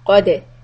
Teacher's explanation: Qaf heavy, Dal soft and Qulqula